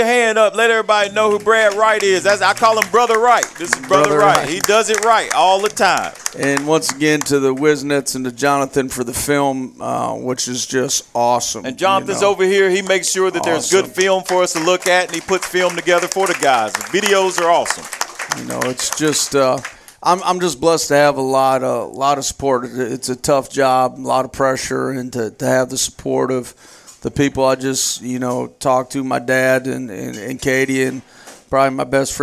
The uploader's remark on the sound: Live from Monte De Rei Mexican Restaurant every Tues night 730pm in season.